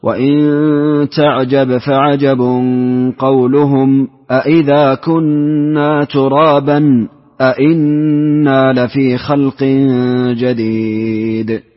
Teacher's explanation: بالسكت على المفصولين والاستفهام مع التحقيق، تحقيق الهمزتين